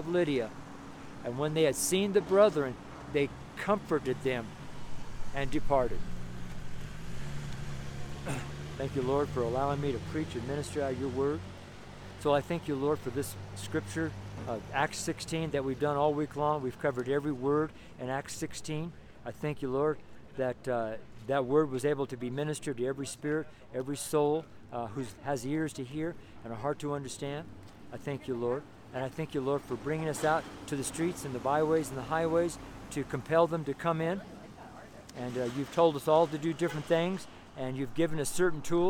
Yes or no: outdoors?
yes